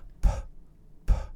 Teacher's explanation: So you have pulmonic air coming up from the lungs to do p, p, and you can hear the air blast after it.